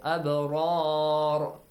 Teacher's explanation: Ra will be pronounced with a heavy sound.